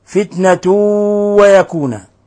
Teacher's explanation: قوله تعالى فتنة ويكون، تنوين ضم جاء بعده حرف الواو، الحكم التجويدي إضغام بغنة